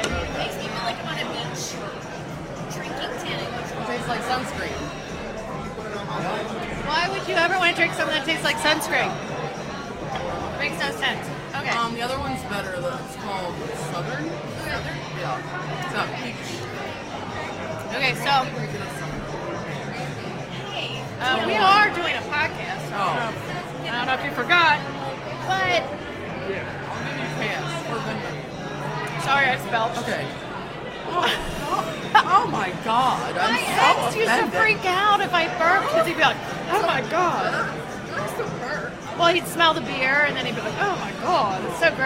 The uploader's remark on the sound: We are LIVE at Braxton Brewing Company in Covington, KY